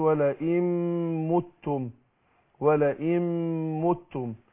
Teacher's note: هندغم النون الساكنه في الميم · Term: الادغام